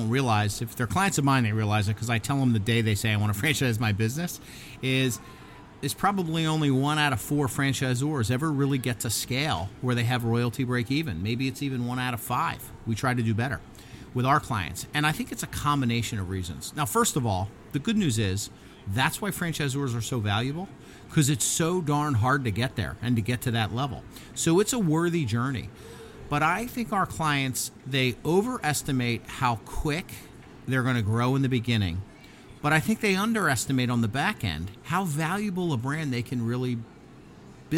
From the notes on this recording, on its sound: Podcast Zone at Franchise Expo South 2023. Today, we’re live in the Podcast Zone at Franchise Expo South in Fort Lauderdale, FL!